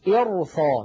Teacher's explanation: نفخم الراء مع أن قبلها كسرة